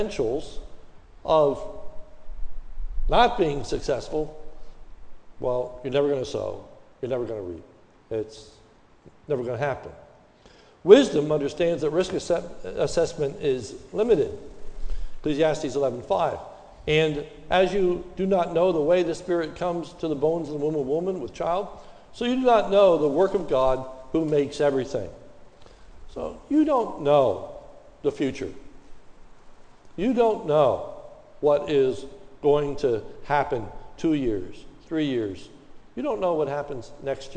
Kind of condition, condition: setting, large echoing room